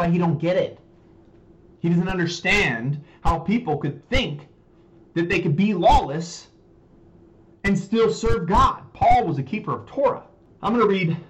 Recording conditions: poor microphone